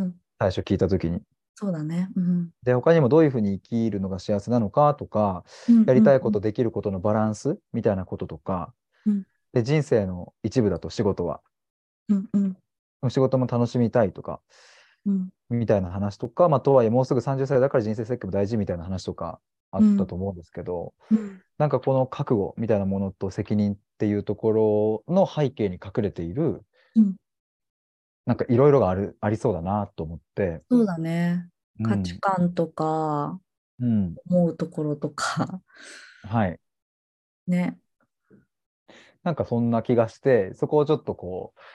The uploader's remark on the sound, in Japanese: zoom対話の音声を初公開！